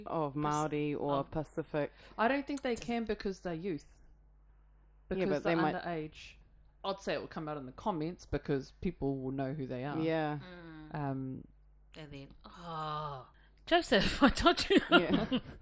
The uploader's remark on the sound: We apologise for the audio quality on this episode, we didn't realise till editing that there was an issue.